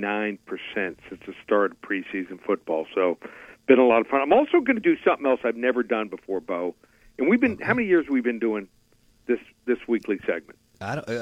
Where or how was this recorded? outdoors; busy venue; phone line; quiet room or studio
phone line